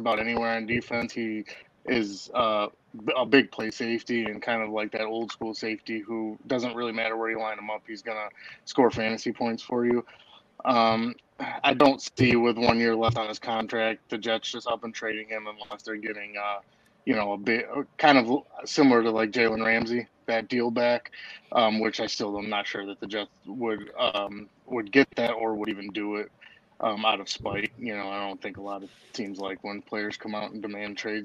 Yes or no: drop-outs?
yes